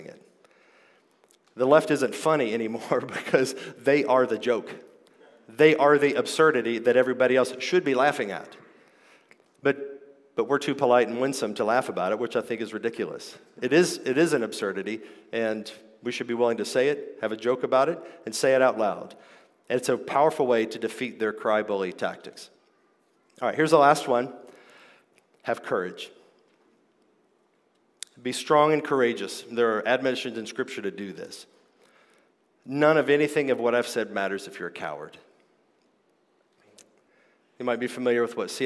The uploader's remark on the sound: This is my conference talk from the 2023 King’s Domain Conference: Clear Speech for a Confused Age .